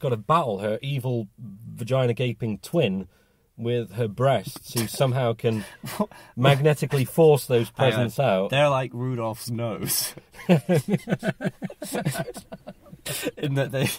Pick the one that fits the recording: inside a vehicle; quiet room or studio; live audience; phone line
inside a vehicle